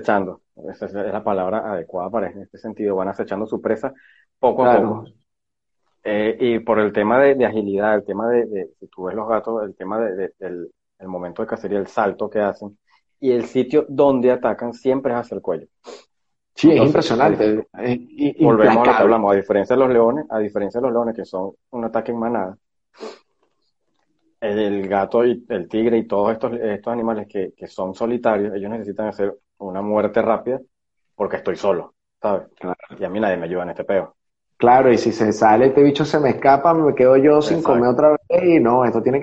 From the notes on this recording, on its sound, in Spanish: a través de live en instagram.